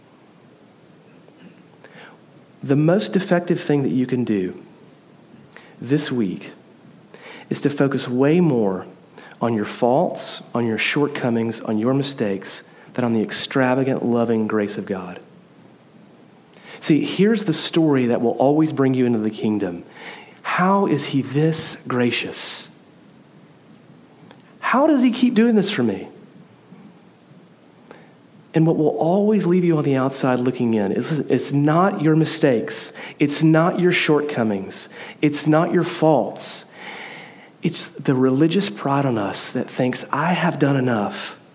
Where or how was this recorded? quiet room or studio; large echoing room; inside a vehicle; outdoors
large echoing room